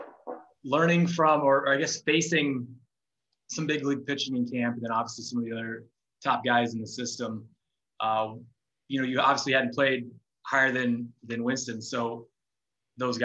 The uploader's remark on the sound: via Zoom